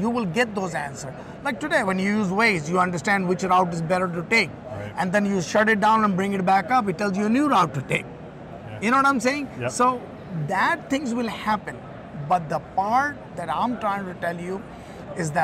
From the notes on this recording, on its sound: Today on the Conference channel, it’s an Interview in Action live from ViVe 2023.